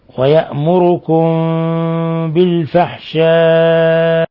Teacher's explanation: ميم ساكنة جاء بعدها حرف الباء، إخفاء شفوي